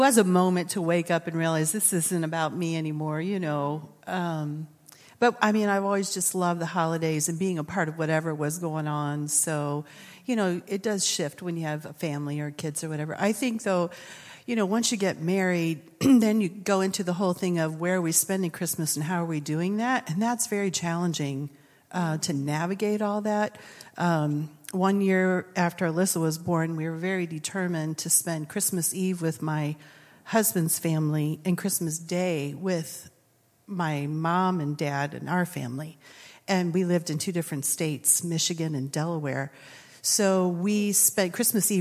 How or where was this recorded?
large echoing room